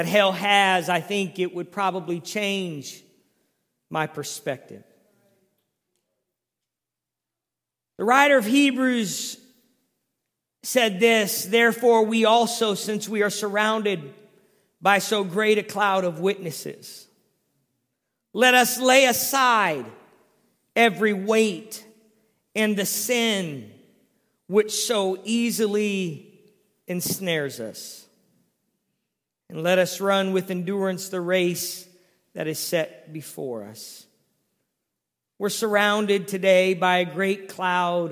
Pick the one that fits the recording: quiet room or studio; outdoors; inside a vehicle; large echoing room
large echoing room